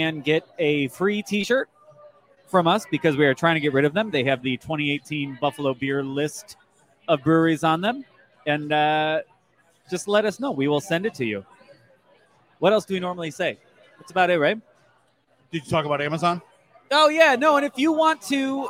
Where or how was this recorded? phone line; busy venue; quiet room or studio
busy venue